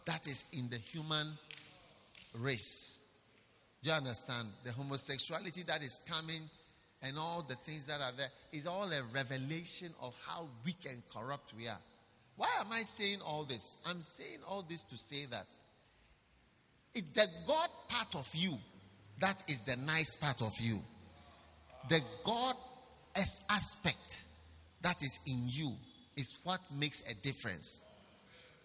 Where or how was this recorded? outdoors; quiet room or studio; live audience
live audience